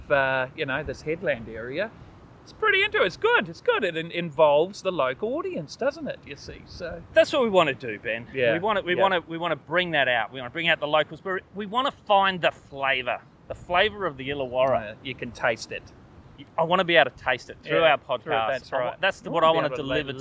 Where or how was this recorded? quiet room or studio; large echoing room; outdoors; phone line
outdoors